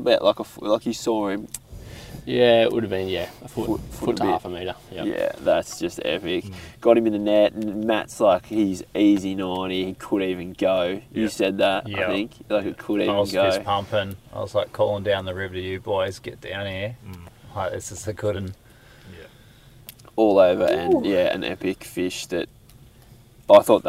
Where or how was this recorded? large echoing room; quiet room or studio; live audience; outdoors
outdoors